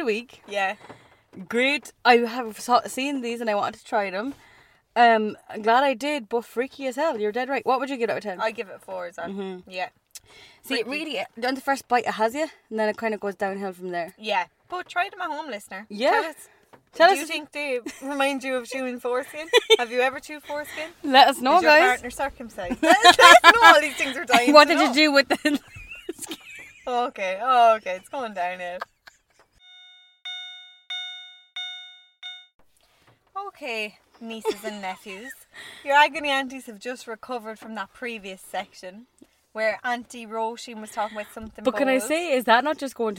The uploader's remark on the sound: This week’s episode is brought to you from our car